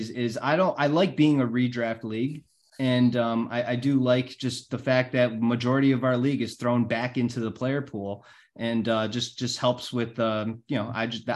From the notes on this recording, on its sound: All 12 teams are in attendance for the zoom meeting